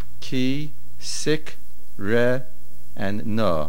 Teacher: the aleph is silent. The word is not sikre'ena. If you say sikre'ena, it has a different meaning.